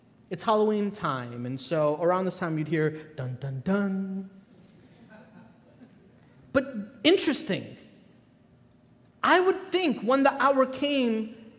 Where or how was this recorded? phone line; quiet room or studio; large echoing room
large echoing room